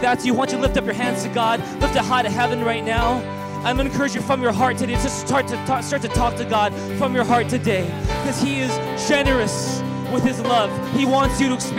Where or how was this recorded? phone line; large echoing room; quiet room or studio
large echoing room